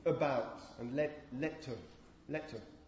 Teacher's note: And this is known as the vowel schwa, which can also be described as a short, mid-central, unrounded vowel, because it's sort of in the middle of everything when nothing moves, or nothing needs to be moved in order to produce it.